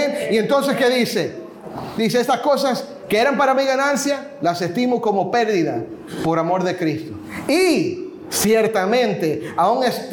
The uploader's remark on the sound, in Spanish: Compartimos el audio de una reciente conferencia de pastores